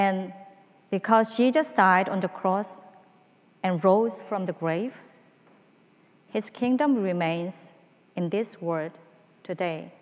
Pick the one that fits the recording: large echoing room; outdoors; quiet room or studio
large echoing room